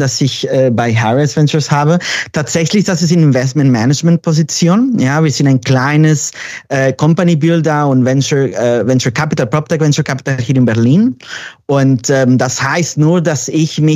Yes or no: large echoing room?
no